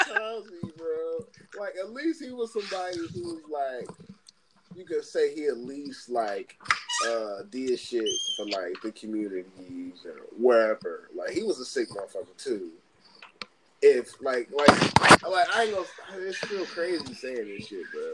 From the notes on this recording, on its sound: We recorded this episode via WiFi so the audio isn’t ideal.